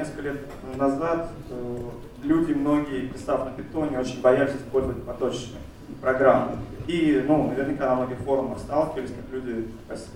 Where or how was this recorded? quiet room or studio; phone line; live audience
live audience